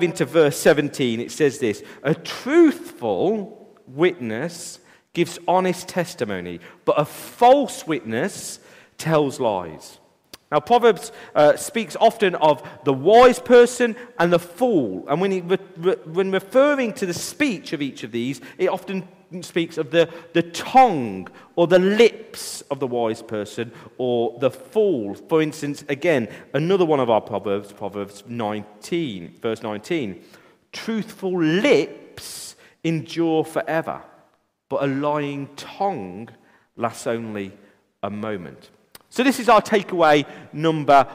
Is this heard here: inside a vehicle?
no